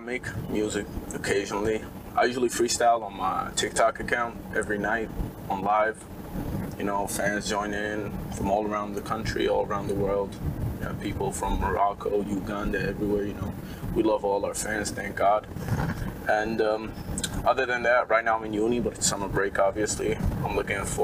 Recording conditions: background noise